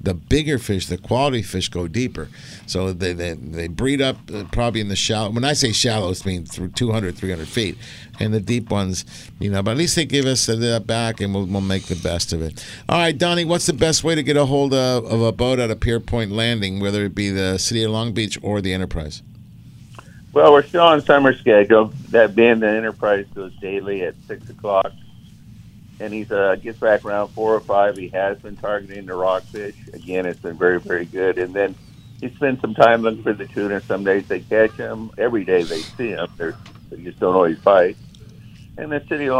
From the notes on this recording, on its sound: "LIVE" from Angel Stadium in Anaheim, CA